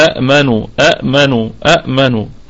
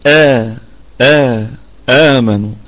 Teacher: يعني أصل هذه الكلمة كانت همزتين، كانت همزتين وبدلت الهمزة الثانية حرف مد من جنس ما قبلها، وكان قبلها مفتوح لأنها كانت أأمنوا أأمنوا أأمنوا، فتبدل الهمزة الثانية حرف مد من جنس ما قبلها · Shown in: second take · وقبلها كان مفتوح فتبقى آ آ آمنوا. · Term: مد بدل